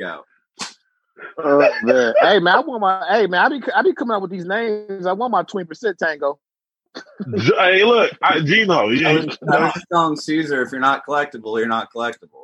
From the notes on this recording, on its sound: We're recording the show via Zoom.